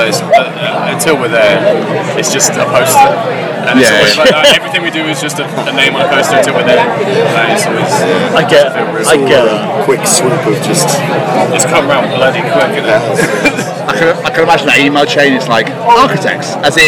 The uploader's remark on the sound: From our 'Live from 2000 Trees 2023' series